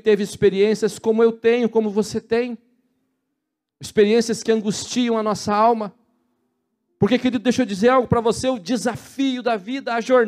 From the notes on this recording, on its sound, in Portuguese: na Igreja ABA Curitiba (Transmitido ao vivo)